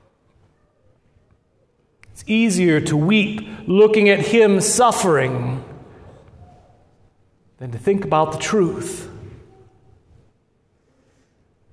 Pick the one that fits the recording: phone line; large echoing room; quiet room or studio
large echoing room